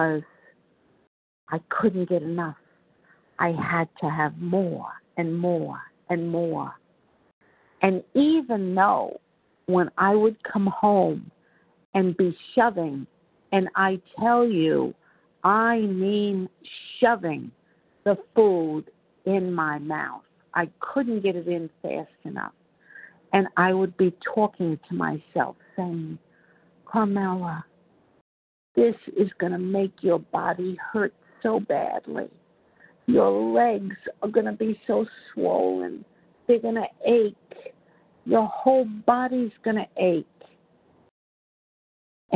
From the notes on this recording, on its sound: 100 Pounders Phone Meeting, 8/18/23.